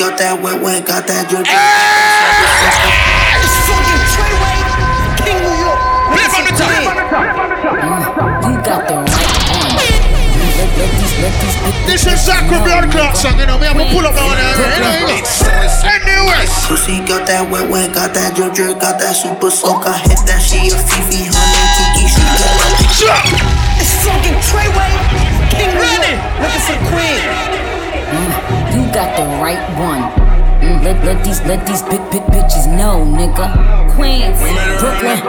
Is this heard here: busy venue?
yes